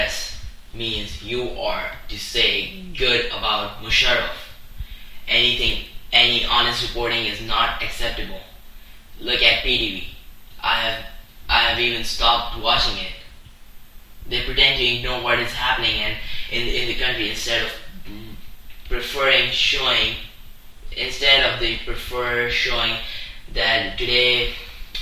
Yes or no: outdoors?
no